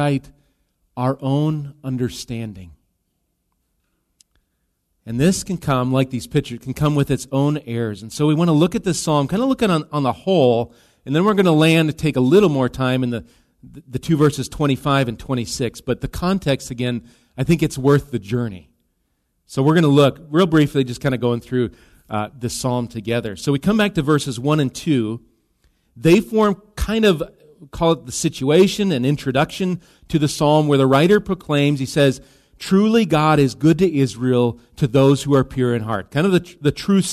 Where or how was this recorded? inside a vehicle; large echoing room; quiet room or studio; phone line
large echoing room